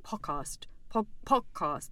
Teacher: they kind of swallow the D on podcast and it sort of comes out like podcast, podcast, like a glottal stop.